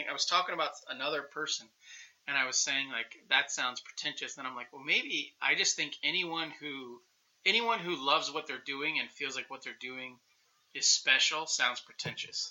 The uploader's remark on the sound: At his home office. There are some audio difficulties in this episode as we still need to tweak our “live” recordings.